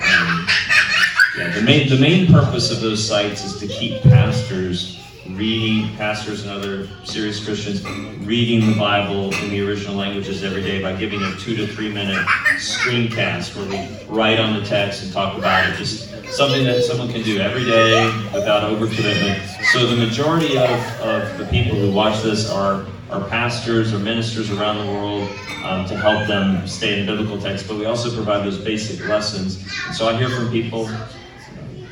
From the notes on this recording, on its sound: Lunchtime Q&A of the Interpreting the Bible Seminar